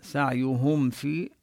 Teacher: ننتبه لضم الهاء ضما كاملا، سعيهم في، وهنا الميم حكمها الإظهار، يقول واحذر لدى واو وفاء أن تختفي، لأن الميم قريبة من الفاء من حيث المخرج، الميم من الشفتين، أما الفاء فمن بطن الشفة السفلى وطرف الثنايا العليا.